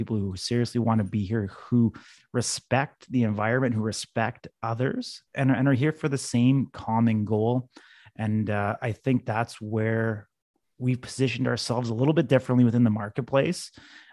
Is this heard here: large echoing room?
no